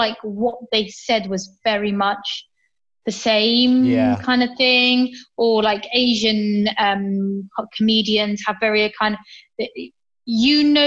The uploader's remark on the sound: zooms in and we chat